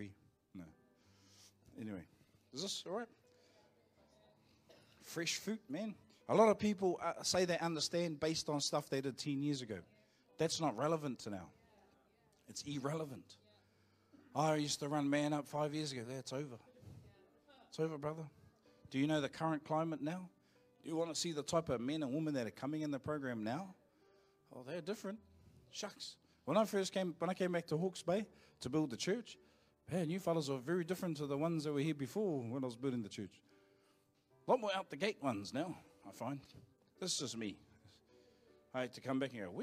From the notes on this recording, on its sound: Live from IwiTapu Destiny Church Hawkes Bay